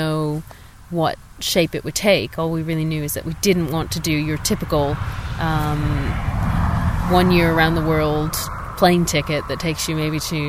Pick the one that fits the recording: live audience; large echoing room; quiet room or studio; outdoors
outdoors